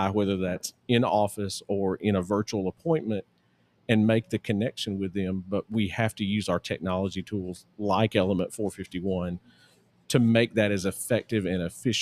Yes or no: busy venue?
yes